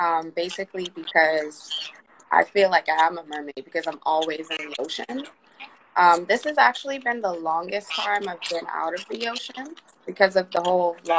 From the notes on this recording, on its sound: This podcast is created from Instagram Live recordings